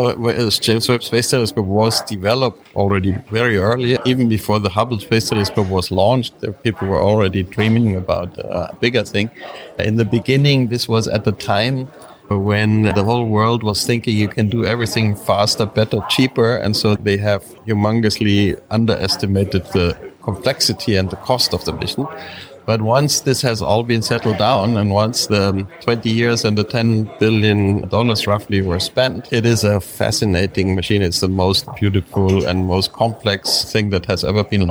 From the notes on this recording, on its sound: On tour in Brussels at the 14th European Space Conference in the Egmont Palace. In this format, you will hear conversations or the entire team of SpaceWatchers while being out on the road.